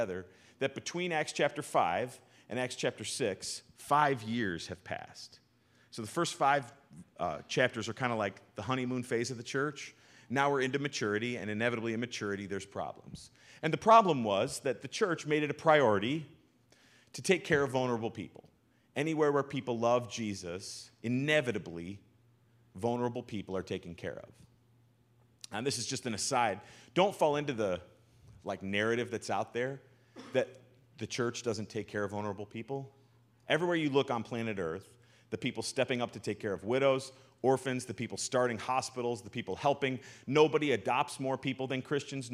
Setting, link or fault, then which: setting, large echoing room